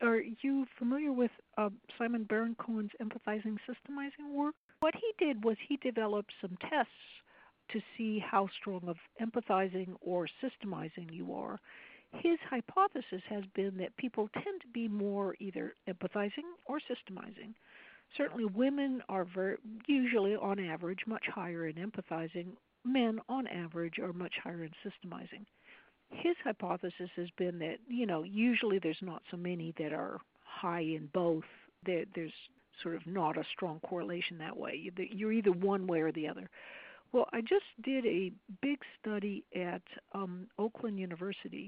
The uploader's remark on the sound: I was on the phone with her for about two and a half hours